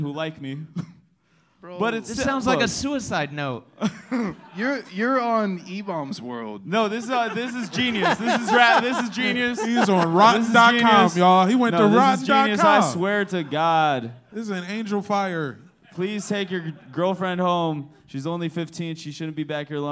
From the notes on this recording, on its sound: Live Pod that took place at Brain Dead Studios LA on September 5th, 2023